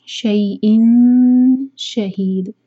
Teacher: شیئن تنوین کے بعد شین ہے اخفا کرنا ہوگا تو نون کے ساؤنڈ کو چھپائیں گے